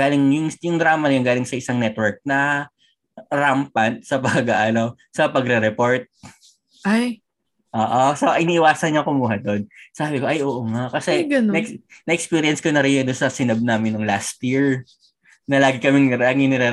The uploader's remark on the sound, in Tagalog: Pagkapasok namin sa zoom meeting